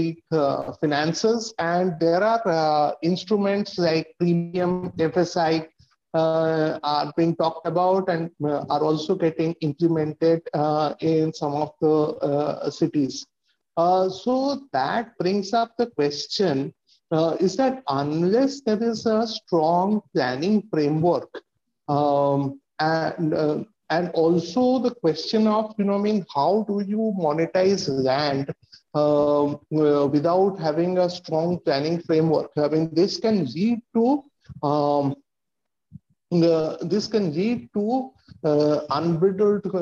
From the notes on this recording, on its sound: Zoom and Facebook Live